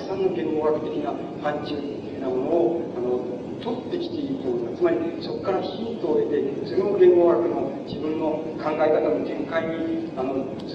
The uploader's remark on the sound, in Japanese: 主催：日本大学三崎祭実行委員会。場所：日本大学経済学部７Ｆ大講堂。広い講堂の講演を客席から録音。ノイズも入り、音質はよくない。